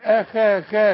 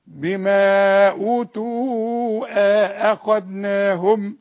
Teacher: اما كلمه اخذناهم الخاء دي تفخميها · Shown in: second take · الهمزه حرقاها وانت قلتيها صح، بس الخاء ما اقولش اخذناهم اخا خا، لا.